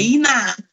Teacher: Como se tivesse um acento no último A. Iná. E o H mudo.